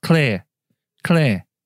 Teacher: They cannot be bothered to pronounce the R.